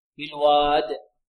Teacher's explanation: نقف على الدال بالقلقلة